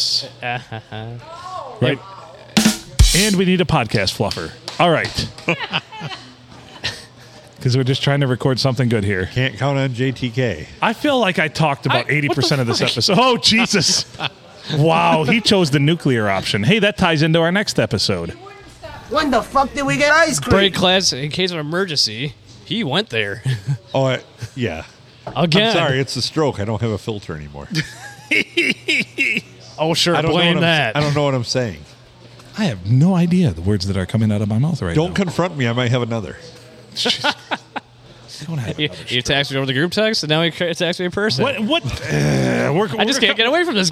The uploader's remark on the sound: Recorded at Ye Olde STD in front of a lively crowd on a Sunday evening.